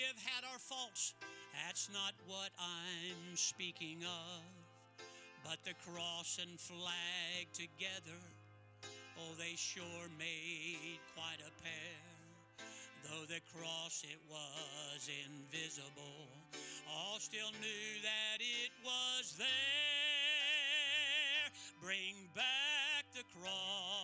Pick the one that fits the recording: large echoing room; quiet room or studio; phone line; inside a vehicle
large echoing room